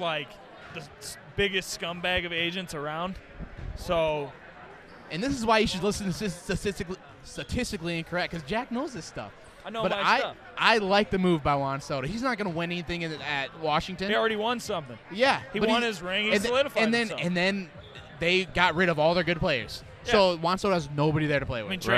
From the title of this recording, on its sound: Live from the Lush Mob 3 on 3